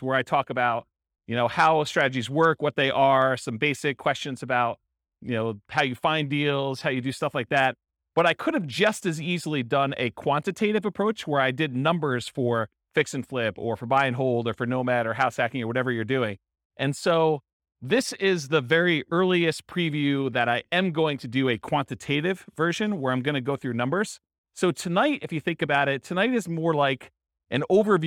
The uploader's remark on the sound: This was a live class recorded